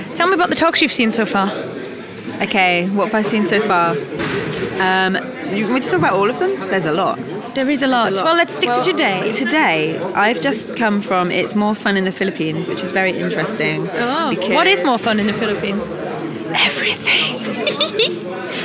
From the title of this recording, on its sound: Live from the Polyglot Gathering in Berlin